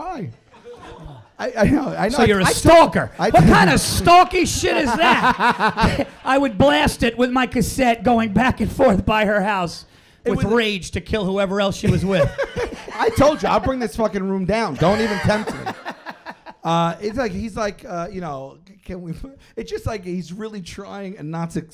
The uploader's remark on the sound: Live At Gotham. LIVE FROM GOTHAM COMEDY CLUB.